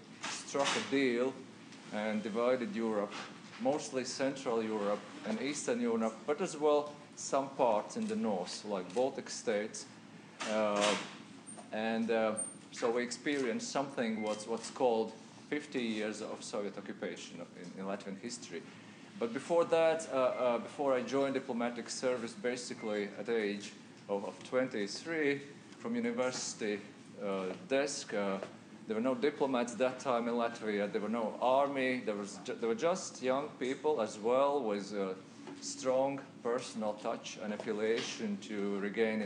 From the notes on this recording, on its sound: at the University of Washington on April 23, 2015